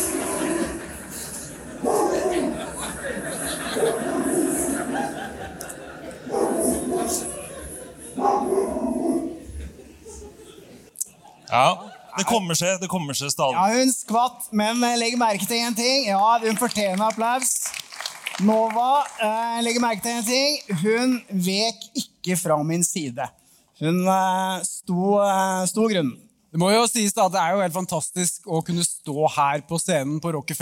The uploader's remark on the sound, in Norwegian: Påskeshow Live fra Rockefeller